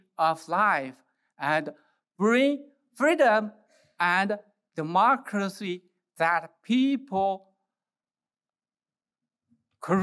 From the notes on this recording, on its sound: gave the keynote address at IWP's Presidential Investiture and Commencement for the Class of 2023.